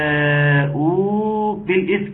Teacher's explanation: مد واجب متصل يمد بمقدار اربع حركات